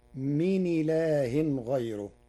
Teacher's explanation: قرأ ورش من إله غيره بنقل حركة الهمز إلى الساكن قبله تخفيفا مع ترقيق راء غيره لوقوع ياء ساكنة قبله، فتصير من إله غيره.